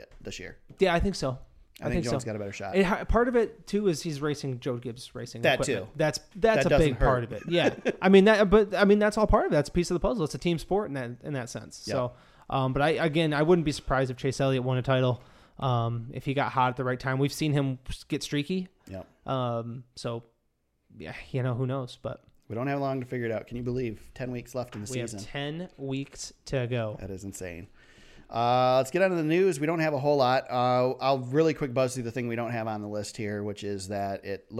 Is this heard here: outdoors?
no